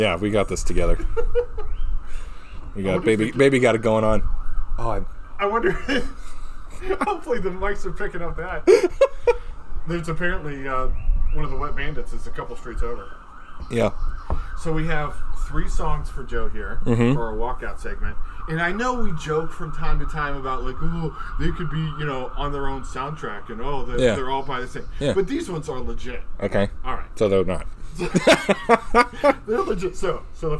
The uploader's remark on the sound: Record in their new, al fresco studio. Listen closely for the sounds of Mother Nature, emergency sirens.